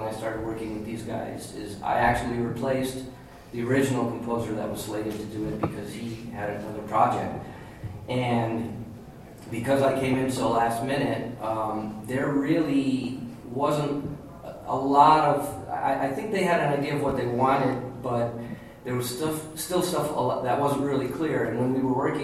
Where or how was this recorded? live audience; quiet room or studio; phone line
live audience